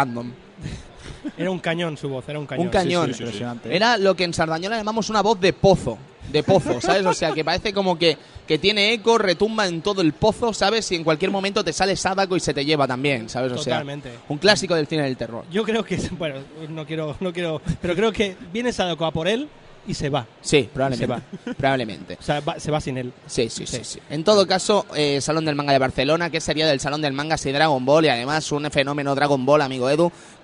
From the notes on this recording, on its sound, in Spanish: En este programa emitido en directo desde el Salon del Manga